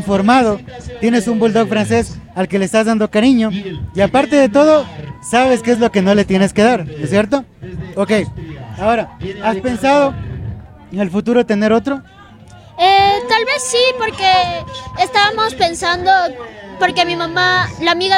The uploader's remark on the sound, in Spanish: Los episodios que grabamos en la Expo Mascotas fueron posibles gracias a una valiosa alianza estratégica con la organización de la feria. Llevar nuestro podcast a la Feria Expo Mascotas no fue una tarea sencilla.